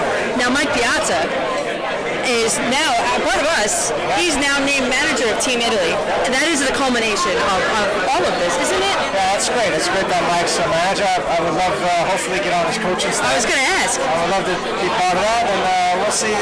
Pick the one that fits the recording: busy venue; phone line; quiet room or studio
busy venue